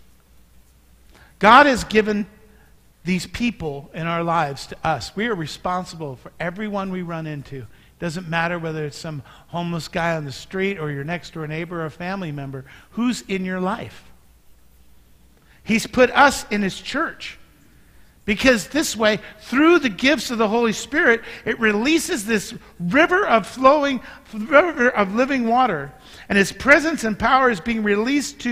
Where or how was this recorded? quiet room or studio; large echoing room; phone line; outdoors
large echoing room